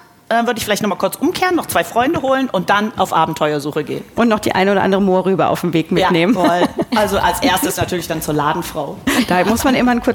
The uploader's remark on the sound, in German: LIVE* von der Frankfurter Buchmesse. Noch einmal live von der Frankfurter Buchmesse. Freut Euch auf die Fragen vieler kleiner Messebesucher.